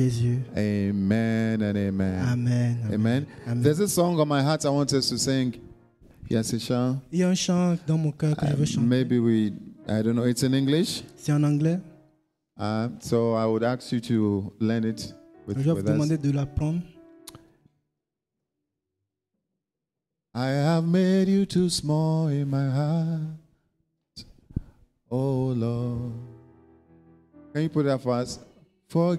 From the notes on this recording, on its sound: Preached during Joyful Hour Sunday Service